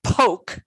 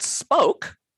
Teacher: in English, we tend to what we call aspirate the P word initially and in before stressed syllables. · Shown in: first take